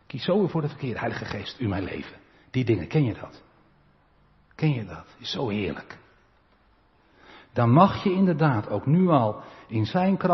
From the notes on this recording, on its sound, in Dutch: De preek is op 3 juli opgenomen in de Maranathakerk te Groningen